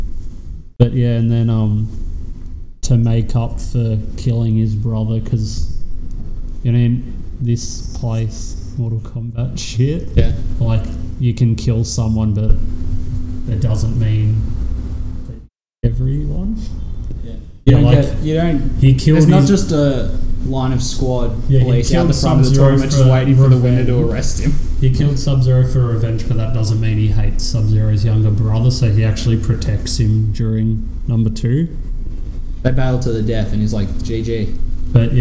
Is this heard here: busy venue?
yes